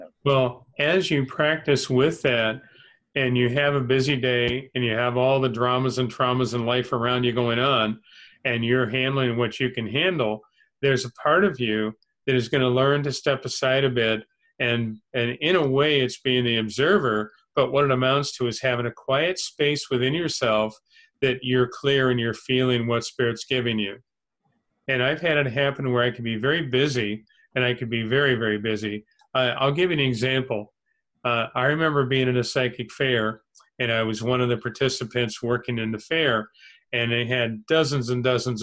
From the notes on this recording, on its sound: held online via zoom